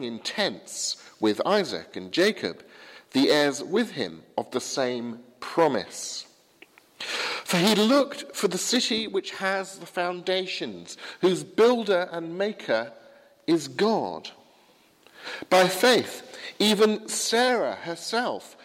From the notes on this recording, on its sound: preached at the 8 am service at Highfield Church, Southampton